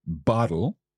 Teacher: that t sound in there that you're saying bottle is kind of like a flick with your tongue · Term: Spanish R